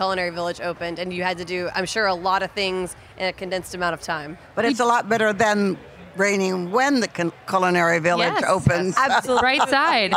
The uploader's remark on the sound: HRN On Tour recorded live at Charleston Wine + Food.